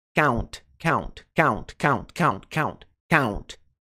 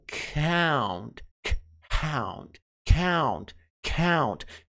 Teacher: Eles soltam junto com esse count um puff of air. · Shown in: second take · É puff, puff é esse de ar.